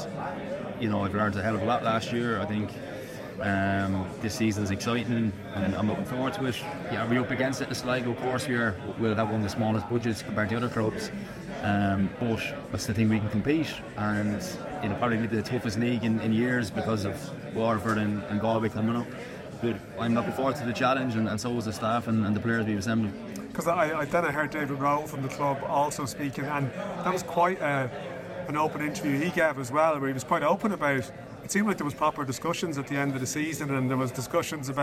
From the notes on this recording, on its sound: Recording our Season 8 opener in the salubrious surroundings of Collar & Cuff who put a roof over our head for the recording.